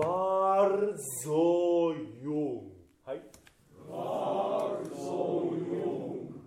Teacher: R を入れるのと、ゾーを長い言葉だと思って喋る。 · Term: ゾーは長めに